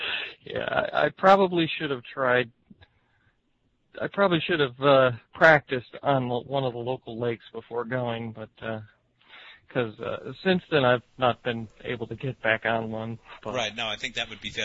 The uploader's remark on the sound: Call In Show